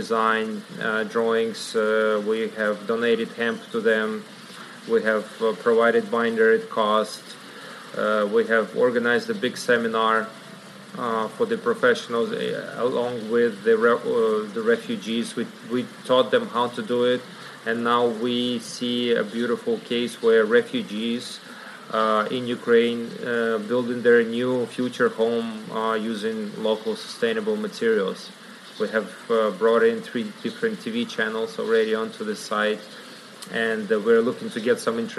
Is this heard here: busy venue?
yes